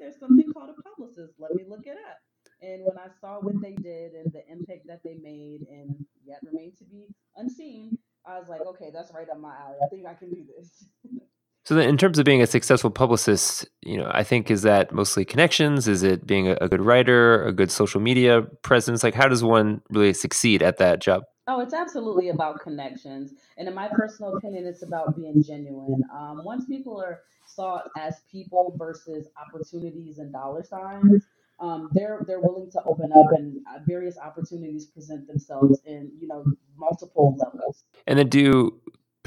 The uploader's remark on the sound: slight audio quality issues with this one.